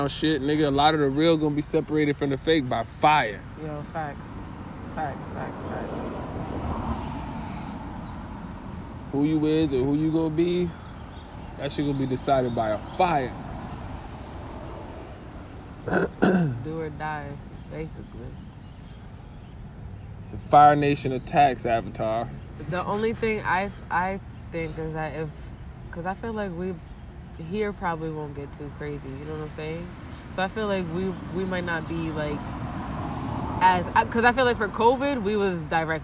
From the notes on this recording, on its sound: This episode was recorded outside.